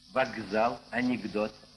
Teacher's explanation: Вместо глухих согласных перед звонкими, кроме, впрочем, «з», произносятся соответствующие звонкие. Так вместо «с» произнесем «з».